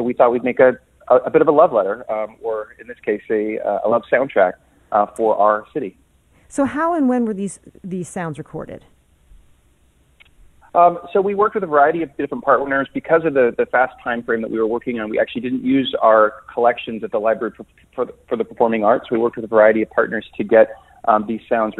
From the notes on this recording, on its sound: We'll also take calls from listeners